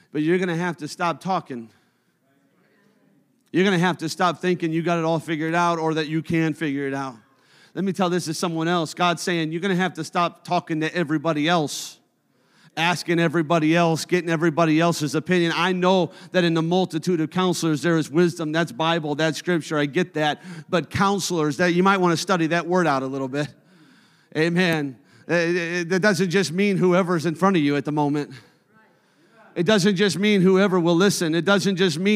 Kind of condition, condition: setting, large echoing room